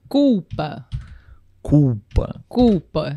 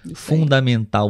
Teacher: Nós temos a letra L, mas o som é de U. · Term: som de U